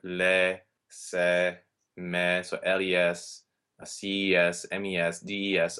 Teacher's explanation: All these little words have to have an open e as their vowel.